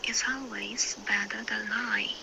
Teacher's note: Better 的这个 der 有一点上鼻子了